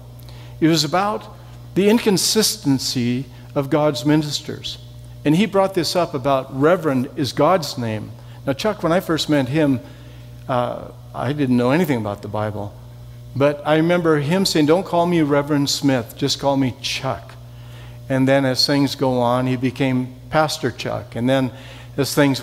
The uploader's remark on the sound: Session 3 from the 2019 Southwest Men's Conference